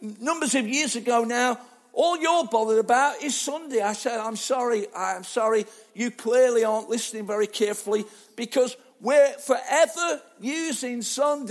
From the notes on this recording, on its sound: Arena Church Ilkeston